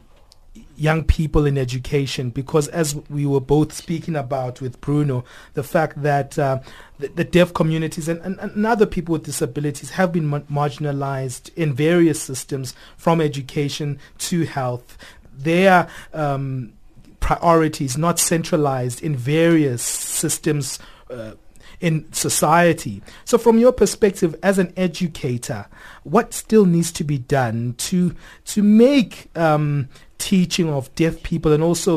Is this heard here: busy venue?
no